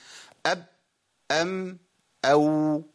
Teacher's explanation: الصوت الأول انقطع أب، بعد كده الصوت مشي شوية صغيرين أم، بعد كده الصوت مشي فترة أطول أو